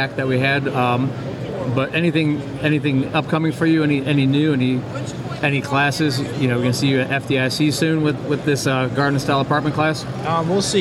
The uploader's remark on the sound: Live at the SC Fire-Rescue conference.